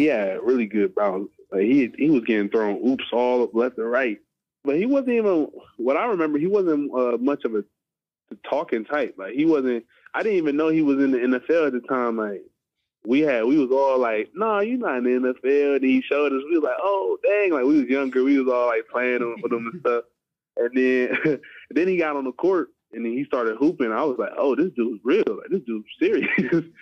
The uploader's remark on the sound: press conferences and phone calls from draft weekend